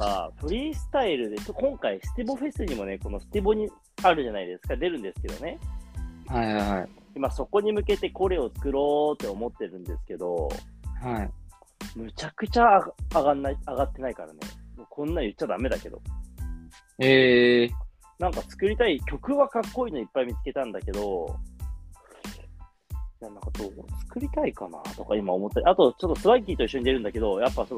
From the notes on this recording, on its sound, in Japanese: リモート収録。